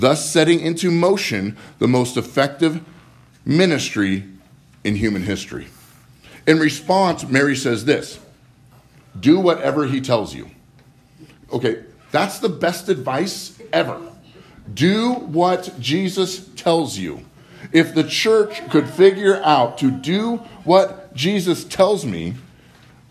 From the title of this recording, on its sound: Live from Living Word